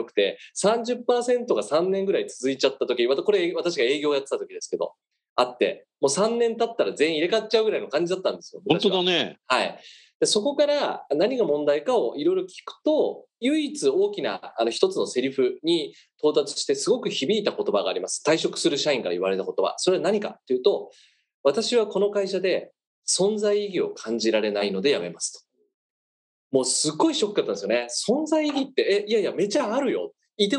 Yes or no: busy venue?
no